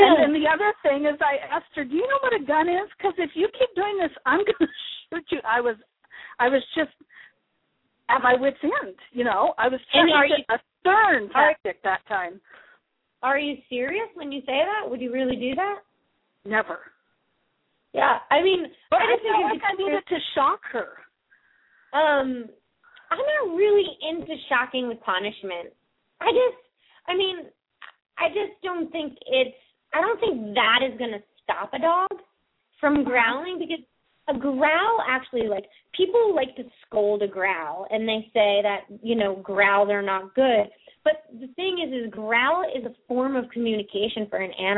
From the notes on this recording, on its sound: open up the lines for listeners to call